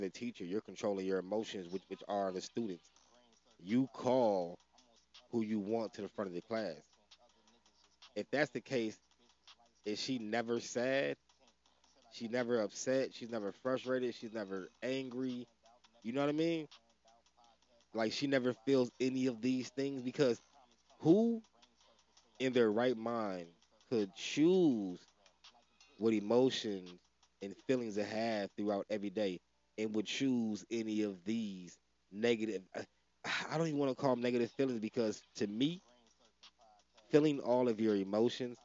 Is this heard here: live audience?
no